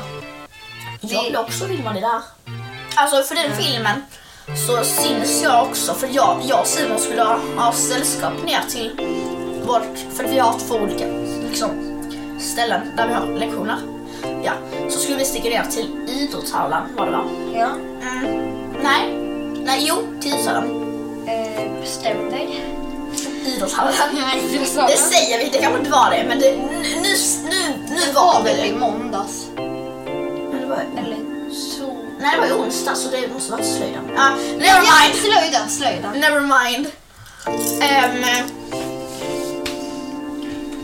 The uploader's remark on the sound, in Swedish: Vi ber om ursäkt för att ljudet kan vara lite dåligt.